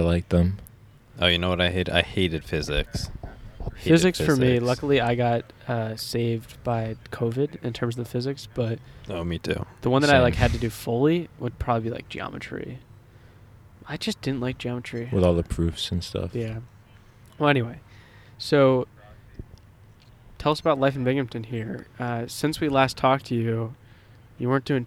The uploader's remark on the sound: LIVE FROM ABODE/BINGHAMTON, NY. Record live from the Abode and road trip to Binghamton, New York.